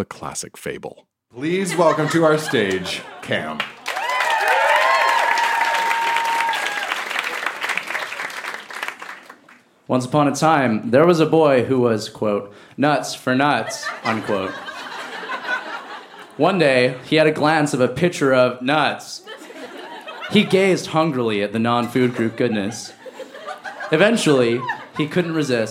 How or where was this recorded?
live audience